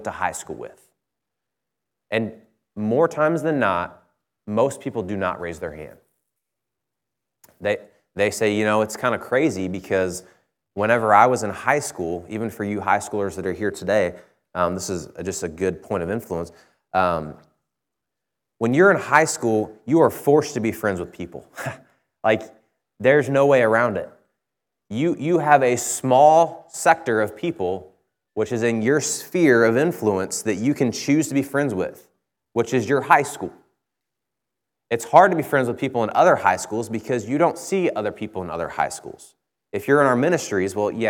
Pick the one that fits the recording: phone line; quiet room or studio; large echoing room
large echoing room